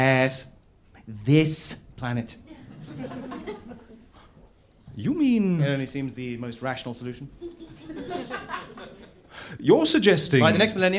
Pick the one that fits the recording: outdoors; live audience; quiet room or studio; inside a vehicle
live audience